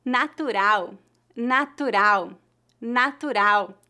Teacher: a sílaba tônica da palavra natural é no final e a letra L é pronunciada como U